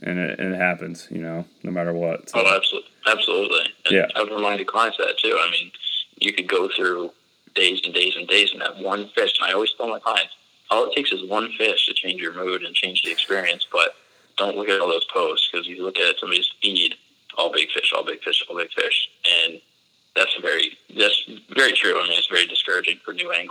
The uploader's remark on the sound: Due to COVID, this was the first interview that I've done over the phone and not in person, and needless to say the sound quality came out very good.